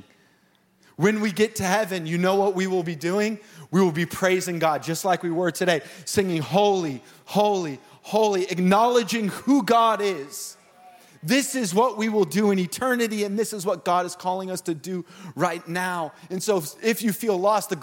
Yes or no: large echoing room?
yes